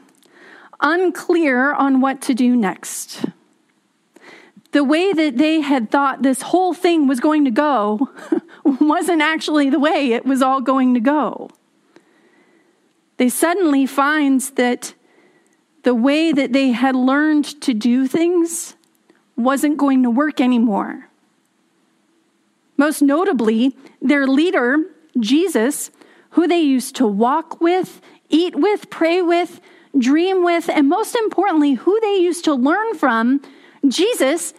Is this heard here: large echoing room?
yes